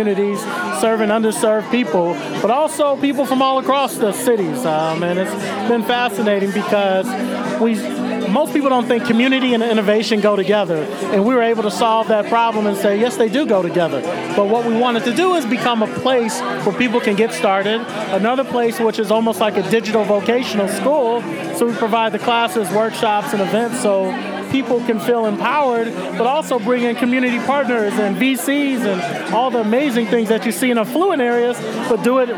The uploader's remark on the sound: Recorded at SXSW 2016 on Monday, March 14th